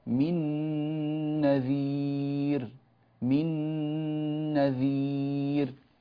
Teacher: من نذير نون ساكنة أدغمناها في النون التي بعدها إدغام بغنة كما بيناه في أحكام النون الساكنة والتنوين.